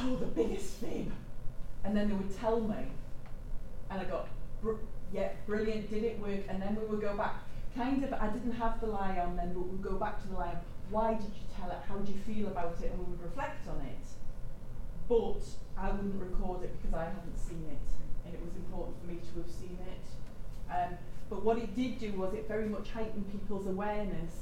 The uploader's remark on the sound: The Northern Mental Health Nursing Qualitative Research Forum meets three times a year. The following session was recorded at their second event on Thursday 13 October 2022.